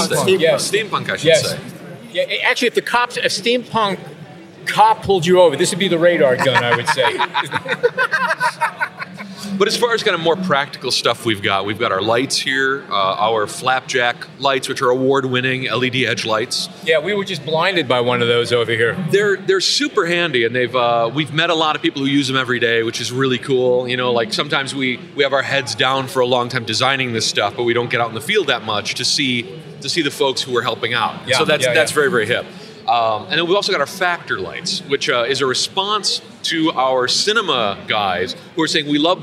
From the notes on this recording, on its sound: A Walk through PhotoPlus Expo 2017. It is the largest photography and imaging event in North America. It is at the latter at whom we aimed our microphones as we wandered around the Expo floor.